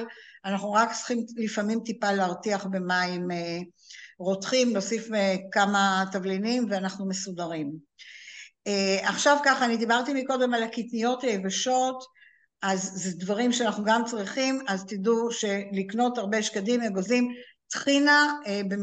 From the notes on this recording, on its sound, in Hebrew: הקלטה של הרצאת זום.